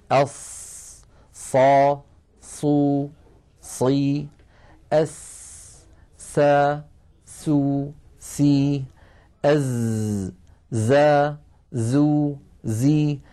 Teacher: كان العرب إذا نطقوها خرج لها صوت فيه قوة شبهه العلماء بصوت صفير الطائر، وذلك في حرف الصاد وحرف السين وحرف الزاي هذه الثلاثة هكذا صوتها صا صو صي سا سو سي زا زو زي هكذا.